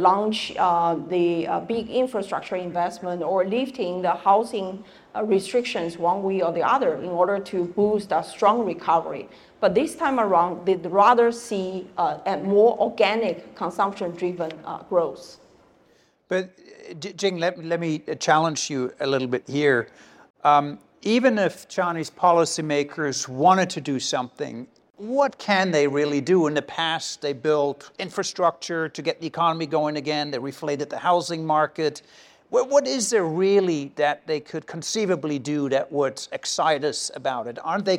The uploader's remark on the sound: Take the podcast live for the first time ever, recording in front of a studio audience at HSBC's Asia headquarters.